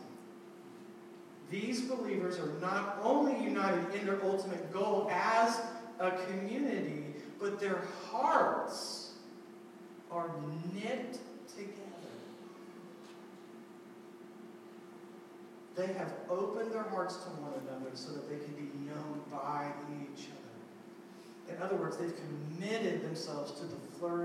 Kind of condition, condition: fault, poor sound quality